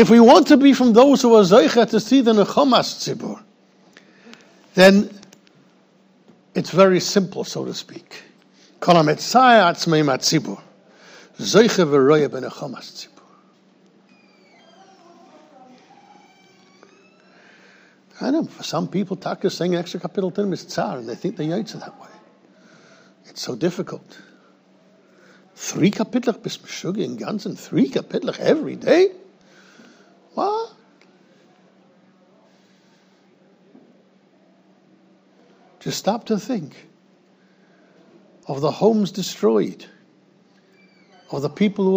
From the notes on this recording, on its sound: recorded in Yeshivas Ohr Reuven, Monsey NY